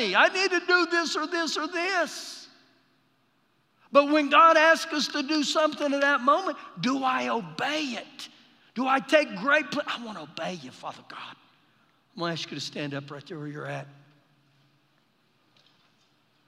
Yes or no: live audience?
yes